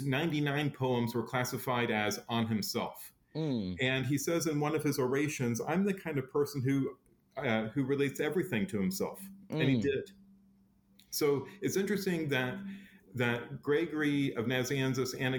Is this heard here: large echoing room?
no